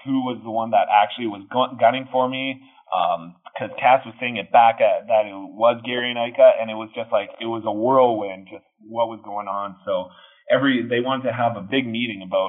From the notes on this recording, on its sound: This is our phone interview